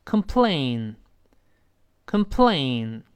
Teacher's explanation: 发轻的，肯，肯，后面是 plain 发双元音，A E A 再滑到 n，n，n 是这么一个声音